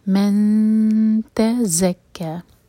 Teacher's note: नून की आवाज़ को छुपाएंगे और ता के लिए ज़बान तैयार करेंगे और 2 सेकेंड्स का टाइम देंगे। · Term: इख़फ़ा